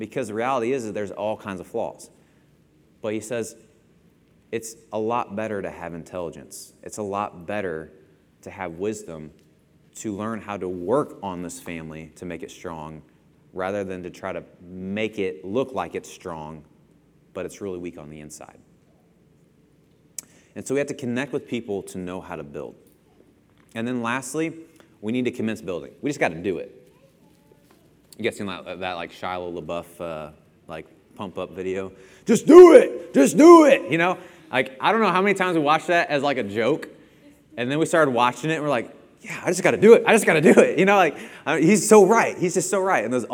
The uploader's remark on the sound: Lesson presented at The Crossings Church Collinsville in Collinsville, IL